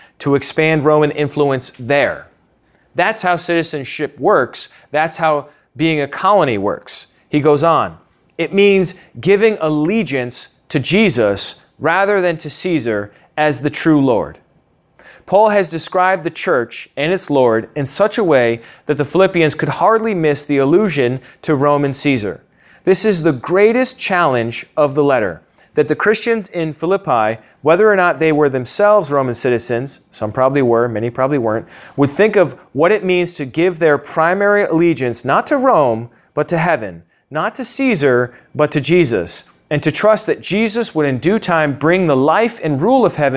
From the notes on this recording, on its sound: originally taught at the Atlanta Bible College